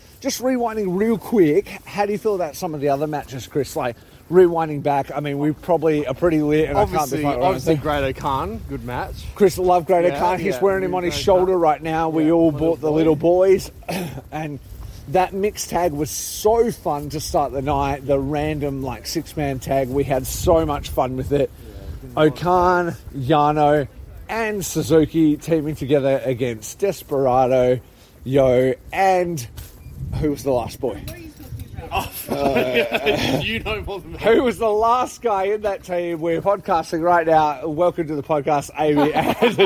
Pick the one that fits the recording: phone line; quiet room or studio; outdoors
outdoors